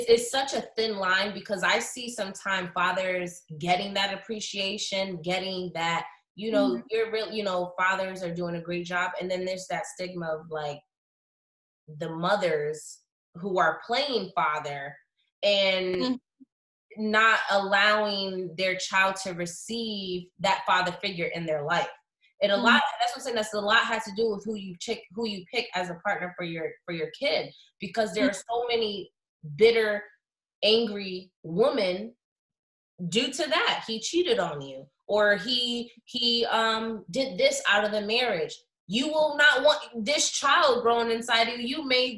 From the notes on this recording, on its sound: sorry for the quality this was a Zoom Meeting